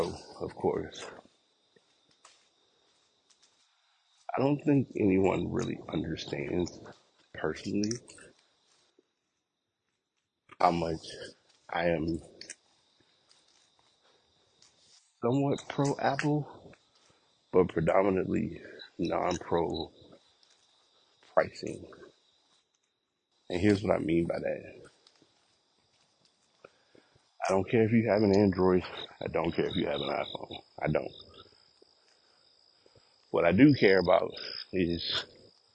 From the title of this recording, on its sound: Walking Recording